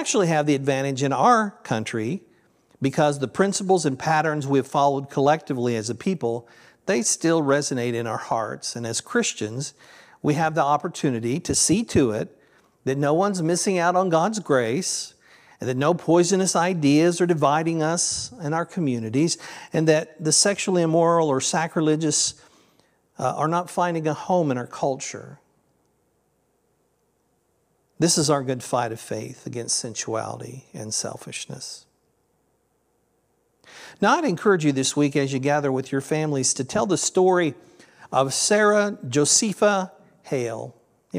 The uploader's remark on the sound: This sermon was originally recorded at Palestine Church of Christ on Nov 19th, 2023.